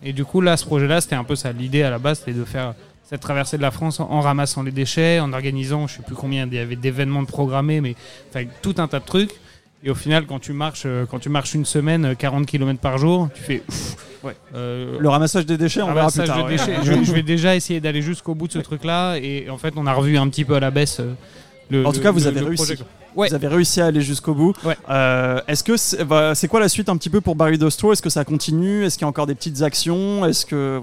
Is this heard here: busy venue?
yes